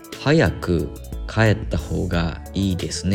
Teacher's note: 「早く」で「く」がほとんど発音されてないんですねなぜかって言ったら次の帰った方がいいのの「か」に吸収されちゃってるんですよ。「く」の母音の「まあ、う」ですよね母音がもう脱落して早くなっててでなおかつ次の「帰った方がいいの「か」に吸収されてるんで早くか早く帰ったってなってるんですよね。でそんでもって「帰った方がいい」って「か」「え」の部分母音が「え」「い」って並んでますけどこれ AE って発音してますよね帰った